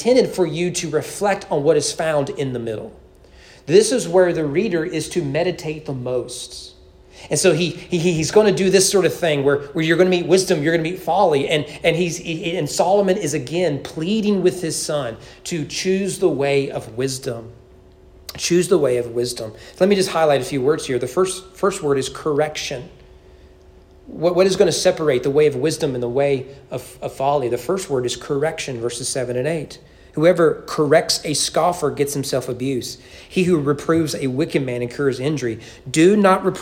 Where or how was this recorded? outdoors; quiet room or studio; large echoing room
large echoing room